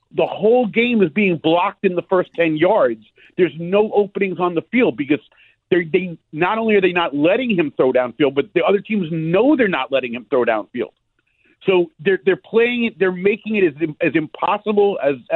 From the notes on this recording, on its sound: We open the phones to Jets fans for the airing of grievances.